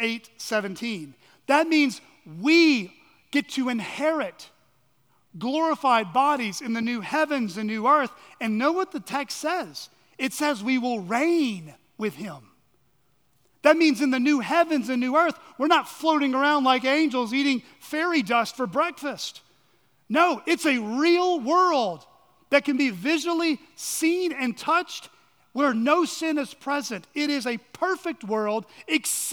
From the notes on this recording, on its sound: On the morning of October 1, 2023, at Chaffee Crossing Baptist Church in Barling, AR.